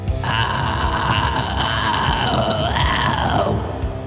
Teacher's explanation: You're straining, kind of sandpapering your vocal folds against each other.